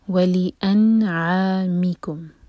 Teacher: ان یہاں نون پر سکون ہے تو یہاں پر اظہار کیا جائے گا، نون کی آواز کو کلیئر پڑھیں گے اور یہاں ٹائم نہیں دیں گے. ان عین حلق سے، اور یہ فتح کے ساتھ الف تو مد طبعی، دو حرکہ لمبا.